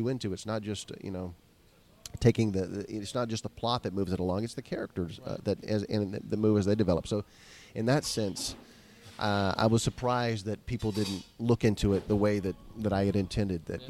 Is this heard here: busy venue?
yes